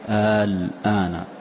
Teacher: آل هذه حرف مد، آل اللام سكون وليس بشدة، فيكون مد لازم كلمي مخفف